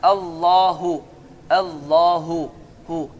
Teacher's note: İkinci hə isə boğazın lap sonundan çıxışı incədir. Heç bir boğaz sıxılması baş vermir və hava ağız boşluğundan çıxır.